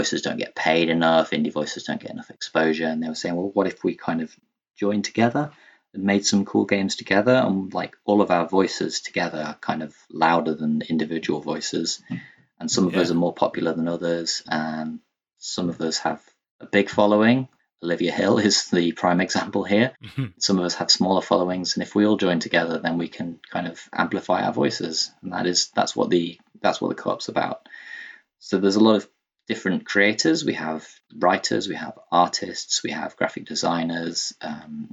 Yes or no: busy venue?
no